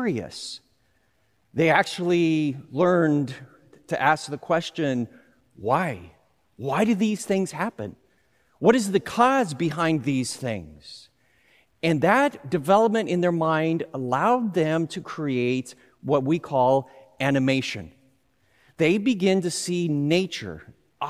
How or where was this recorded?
large echoing room